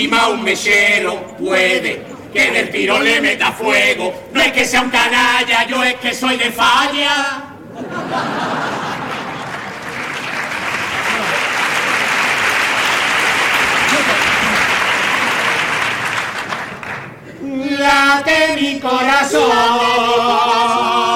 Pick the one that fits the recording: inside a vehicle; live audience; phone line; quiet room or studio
live audience